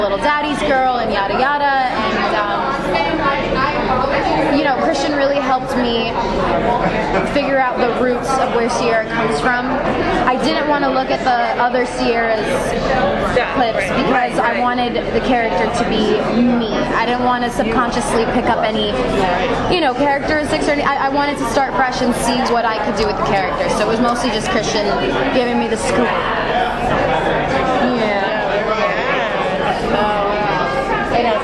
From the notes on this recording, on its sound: At the Day of Days event.